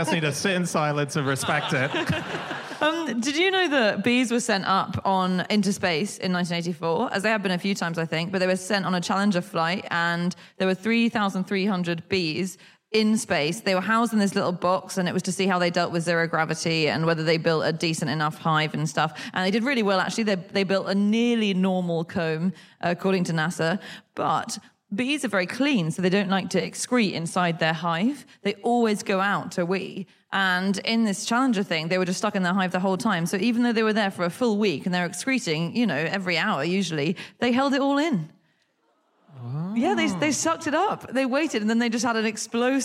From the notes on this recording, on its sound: Live from Wimbledon